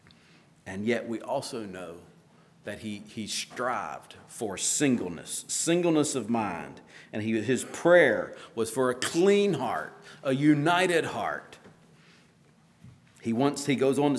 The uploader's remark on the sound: at Hephzibah Mennonite Church on April 30, 2023